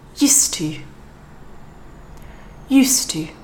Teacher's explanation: If you look at the spelling, you'll notice that the D at the end of used is not really super important to be pronounced in this little phrase. So we can concentrate more on the T.